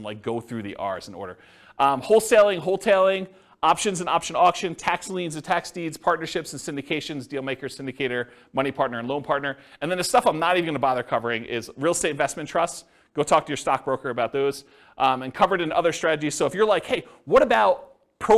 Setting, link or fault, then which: setting, live audience